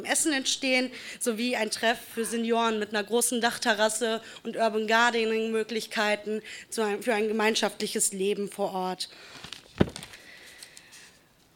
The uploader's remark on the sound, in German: Podiumsdiskussion zur Moschee-Erweiterung an der Gathe.